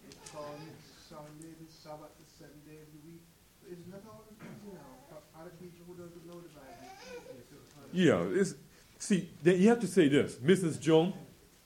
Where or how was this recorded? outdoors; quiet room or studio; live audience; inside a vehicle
live audience